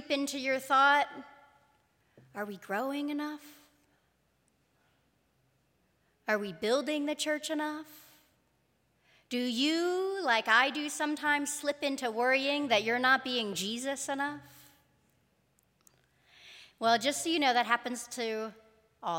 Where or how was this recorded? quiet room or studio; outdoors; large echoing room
large echoing room